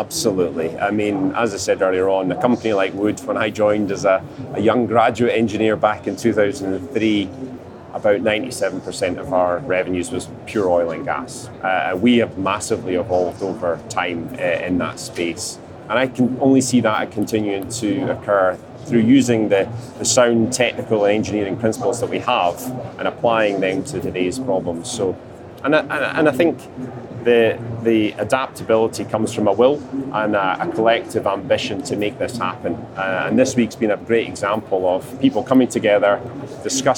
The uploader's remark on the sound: joins us on the show floor for day three of the Offshore Europe Conference